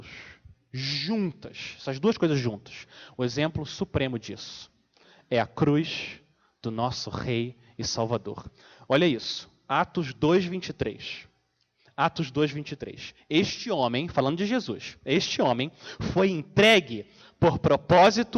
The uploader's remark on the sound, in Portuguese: Mensagem gravada na Igreja Batista Jardim Minesota